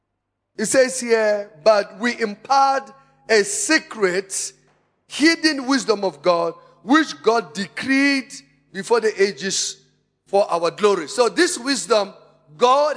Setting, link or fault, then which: setting, large echoing room